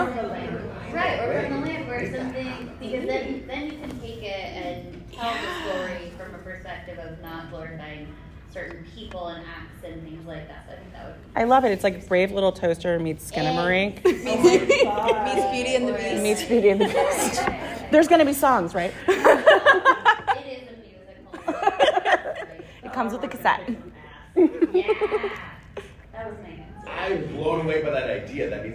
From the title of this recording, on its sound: LA Comic-Con Panel 2023